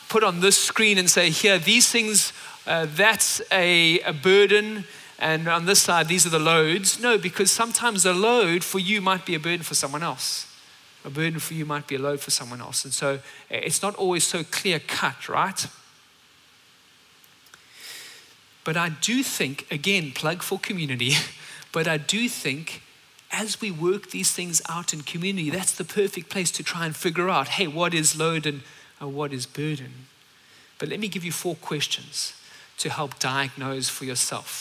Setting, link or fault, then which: setting, large echoing room